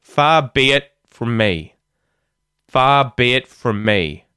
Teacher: the T at the end of the word it isn't released. It's muted. · Term: muting the T sound